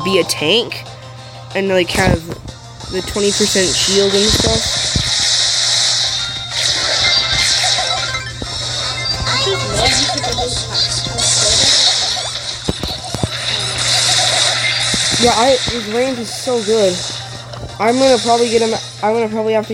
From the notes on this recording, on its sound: Sorry for the bad audio